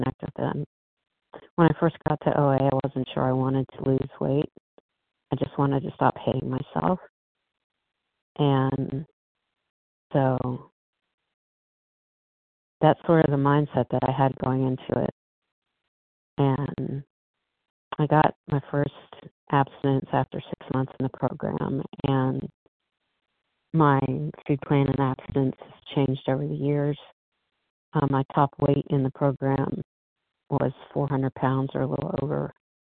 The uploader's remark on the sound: 100 Pounders Phone Meeting